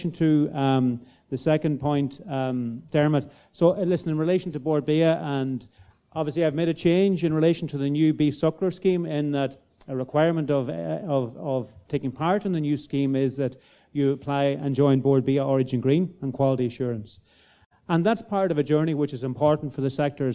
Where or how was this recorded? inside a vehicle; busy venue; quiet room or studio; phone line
busy venue